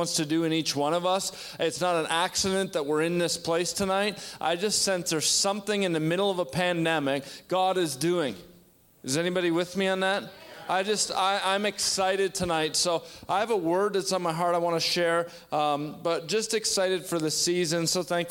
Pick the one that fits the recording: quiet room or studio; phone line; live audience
live audience